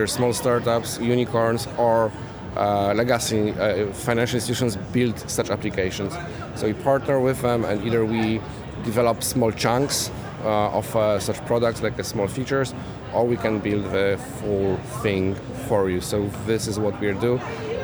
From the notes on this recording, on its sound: The first of three episodes recorded at Money20/20 Europe 2023, that took place in Amsterdam in June. We recorded a series of interviews with a number of the speakers from the conference.